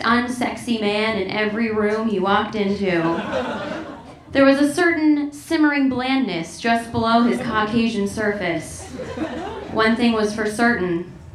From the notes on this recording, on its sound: Recorded March 20, 2016 at The Virgil in Los Angeles